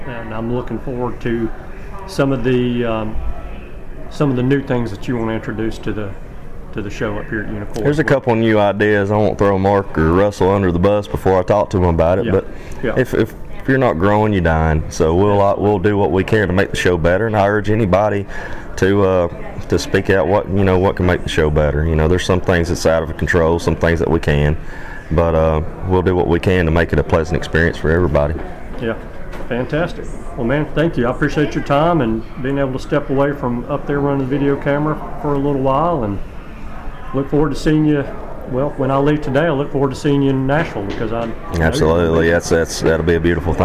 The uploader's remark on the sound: the interviews from this year's Unicoi Custom Turkey Call Maker's Show held in January of 2024 at Unicoi State Park outside of Helen, GA